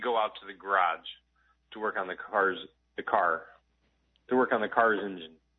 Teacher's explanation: in the Midwest, we pronounce our R's. We really lean on our R's. · Term: roticity